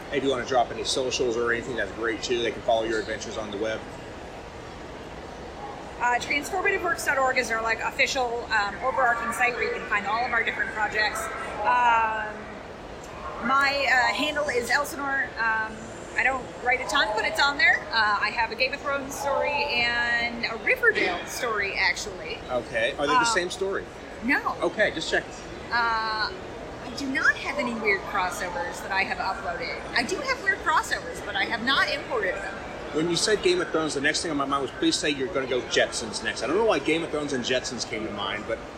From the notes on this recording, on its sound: Recorded live at FanExpo Chicago.